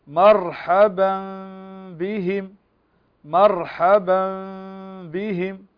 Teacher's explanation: هذه الميم هذا تنوين وبعده الباء، والباء من حروف الإقلاب، التنوين أو النون الساكنة إذا جاء بعدها باء فهذا حكم الإقلاب، فهنا النون الساكنة تقلب ميم وتخفى عند الباء